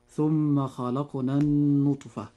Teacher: كلمة النطفة نجد أن حرف النون في هذه الكلمة عليه شدة وضمة، وهذا الحرف المشدد أي النون يجب إظهار غنه بمقدار حركتين · Term: حرف غنة مشدد